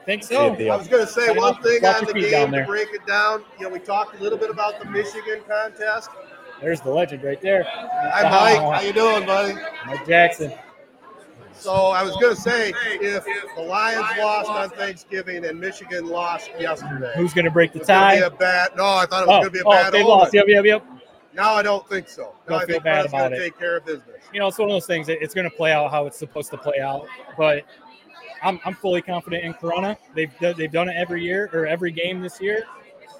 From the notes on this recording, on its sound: LIVE At Buffalo Wild Wings For Corunna State Championship Tailgate. Before the game we got the community together at Buffalo Wild Wings for a tailgate, and we did a LIVE podcast.